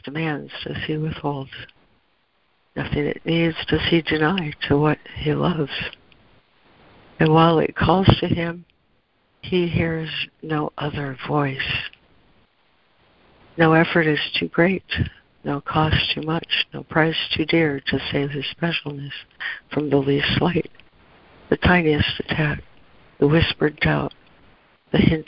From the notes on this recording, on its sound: ACIM Daily Conference Call.